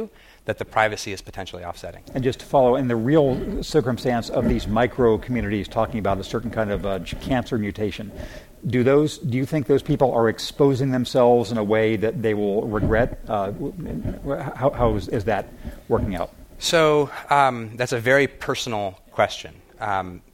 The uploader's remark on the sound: As part of The Atlantic Meets the Pacific 2013 conference presented by The Atlantic and UC San Diego.